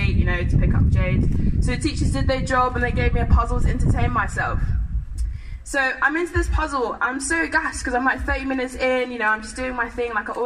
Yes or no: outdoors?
yes